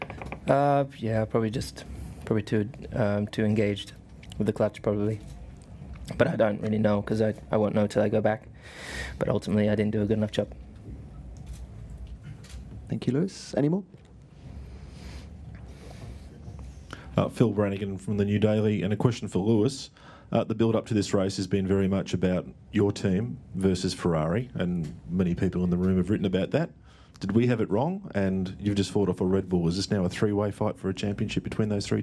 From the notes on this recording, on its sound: Australia Sunday Post-Race Press Conference